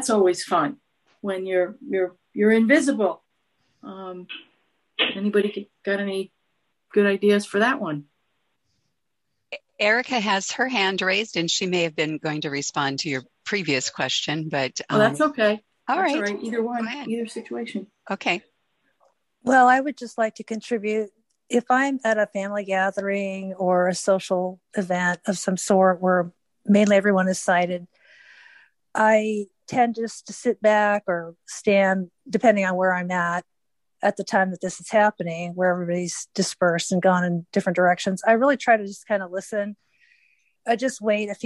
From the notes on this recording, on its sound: CCLVI Zoom Call Recording 12/17/21. Enjoy the informative and helpful community discussion we had on oir 12/17/21 Friday Coffee Hour Zoom call!